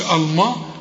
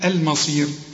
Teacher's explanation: لازم نرقق الميم، ما نقولش الما، هنقول المصير · Shown in: second take